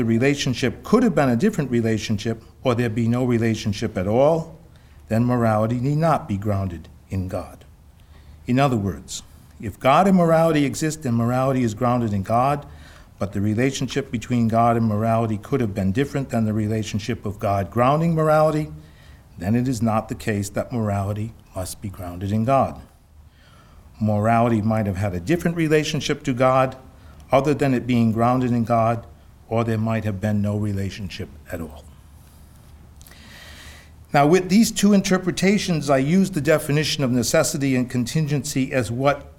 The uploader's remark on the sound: "Must Morality Be Grounded in God?" Conference at Franciscan University of Steubenville.